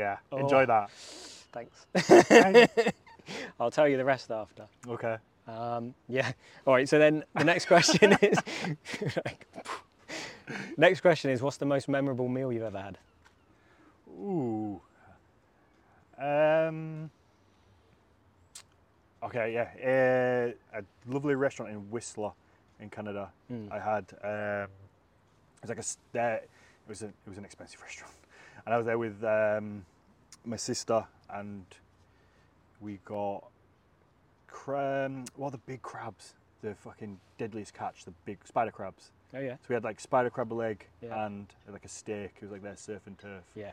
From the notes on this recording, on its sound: This Week I'm in York at the Jorvik Viking Festival